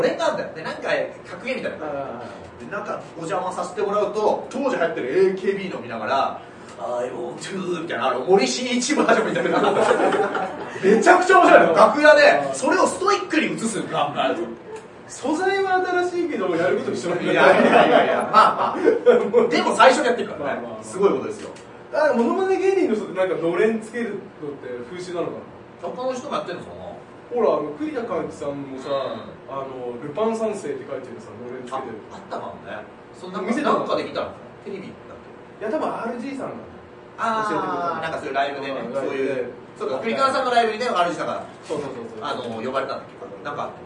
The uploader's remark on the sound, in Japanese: 秋葉原ZERO-Gで行われた公開収録ライブ。